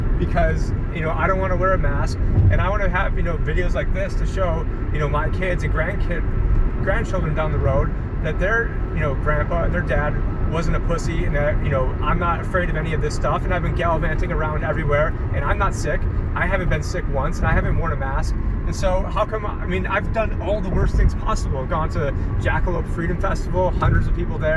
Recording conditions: inside a vehicle